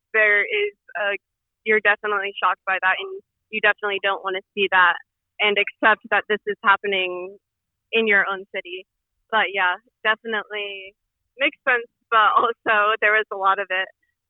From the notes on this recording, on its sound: debrief with us by phone